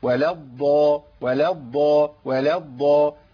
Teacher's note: الالف اصلا اللي مرسوم في المصحف عند حضراتكم دوت بتاع ولا الضالين. الالف ده سقط التقاء ساكنين مش موجود معايا في النطق